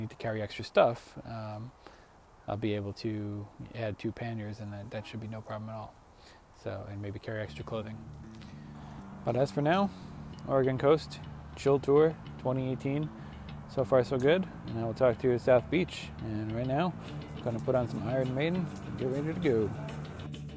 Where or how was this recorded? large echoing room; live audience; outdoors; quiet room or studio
outdoors